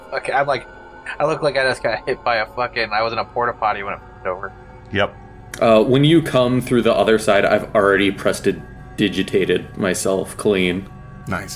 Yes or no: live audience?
no